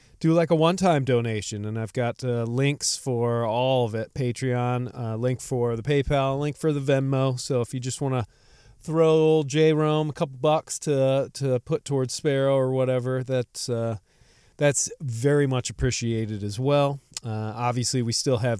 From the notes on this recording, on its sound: Solo Show on the Road. The first part of this podcast takes place on Cape Cod and the rest is recorded while driving my way back across this beautiful country. The audio is affected by the car sounds.